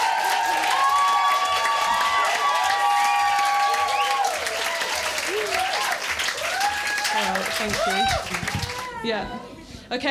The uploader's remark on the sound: It is a recording of a live poetry event in Brighton. Queer The Mic is a glittery community stage for queer & trans poeming. The sound recording of Queer The Mic is by Blue Dot Studios.